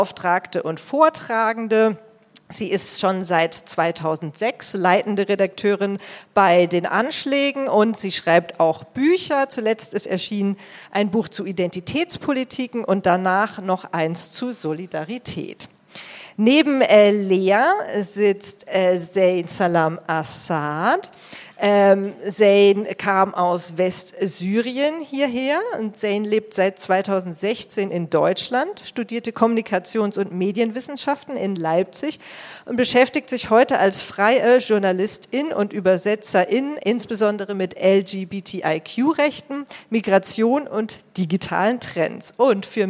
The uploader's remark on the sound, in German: wurde auf unserer Geburtstagsfeier im Berliner Club SchwuZ aufgenommen